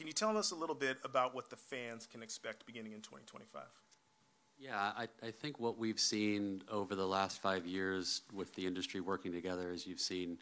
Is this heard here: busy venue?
yes